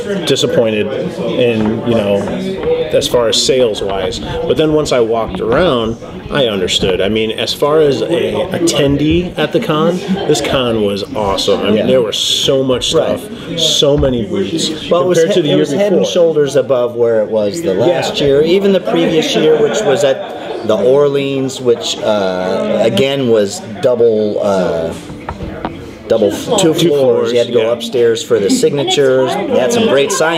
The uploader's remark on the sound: VTS takes the SquadCast on location once again this week, this time to our favorite coffee joint, Grouchy John's Coffee, to shoot a short wrap-up of our recent experience at Vegas Toy & Comic Con.